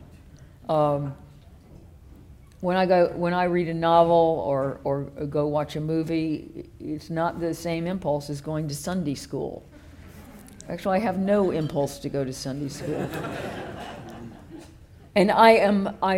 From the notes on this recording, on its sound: The John Bonython Lecture is the annual Gala event for the Centre for Independent Studies.